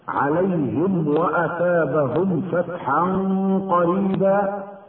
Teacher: ولام أل في كلمة السكينة لام شمسية مدغمة، والمد بعد الكاف مد طبيعي، عليهم الياء الساكنة المفتوح ما قبلها تسمى حرف لين لا مد فيه، عليهم وأثابهم فتحا قريبا. الميم الساكنة في كلمتين عليهم وأثابهم تظهر ويسمى إظهارا شفويا لوقوعها قبل الواو وقبل الفاء